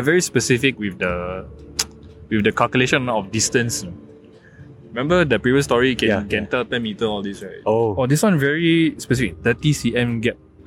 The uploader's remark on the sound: Recording live from the most haunted estate in Singapore during HUNGRY GHOST FESTIVAL - Spooner Road.